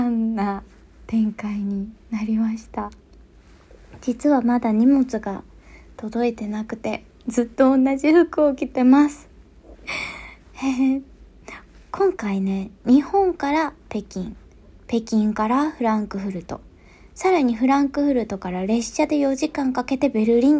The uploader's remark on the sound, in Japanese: 撮影で出張中のためベルリンからお届け！Iphone収録なので少し聴き苦しかったらごめんなさい。